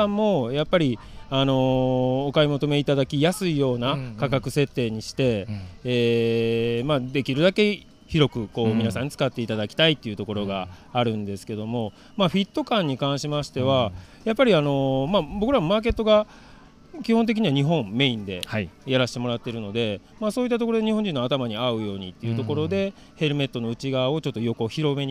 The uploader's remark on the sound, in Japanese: シマノバイカーズフェスティバル2023 ブース突撃訪問前編。収録地： 長野県諏訪郡富士見町 「富士見パノラマリゾート」。収録機材： ZOOM F3 (レコーダー)、AKG D5, C3000B（マイク）。